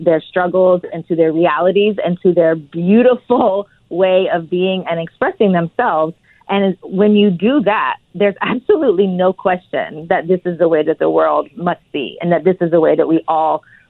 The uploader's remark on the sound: is calling